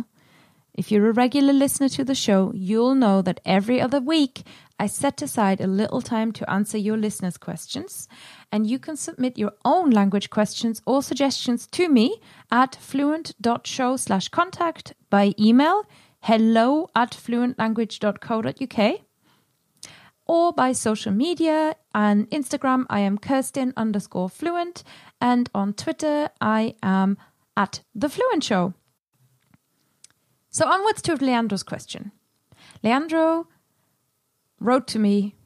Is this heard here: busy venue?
no